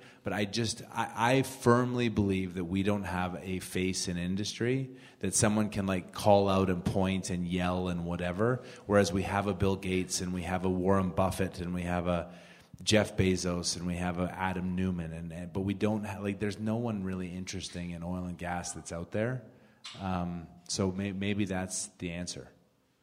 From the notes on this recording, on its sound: This Panel Event was hosted at Well Data Labs on 11.